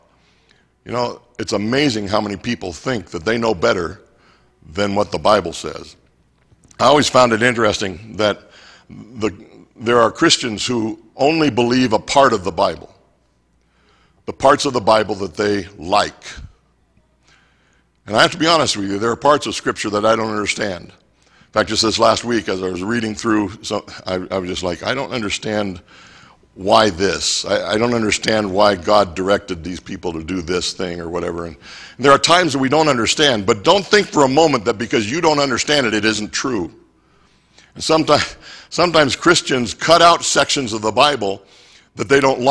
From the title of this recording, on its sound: Mt. Zion Church Live!